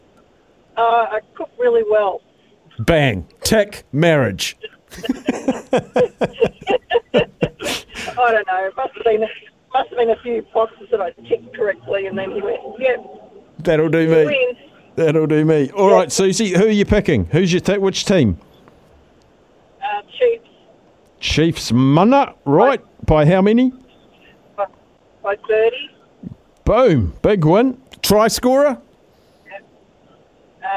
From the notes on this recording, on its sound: Opens up the phone lines and hears which super rugby teams listeners believe are locks to win this weekend.